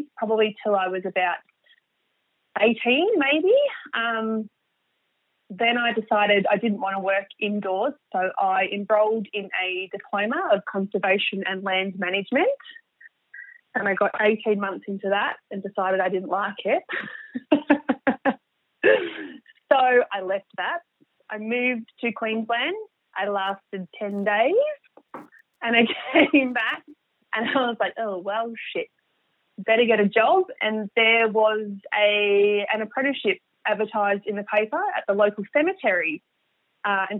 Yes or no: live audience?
no